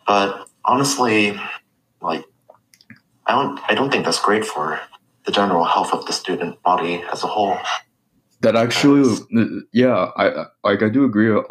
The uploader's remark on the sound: I apologize for the audio issues.